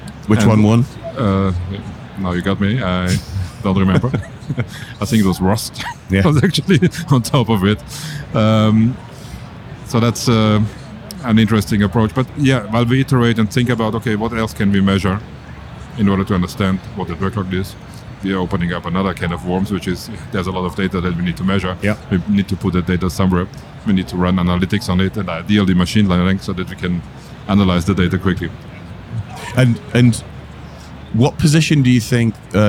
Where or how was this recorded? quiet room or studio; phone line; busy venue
busy venue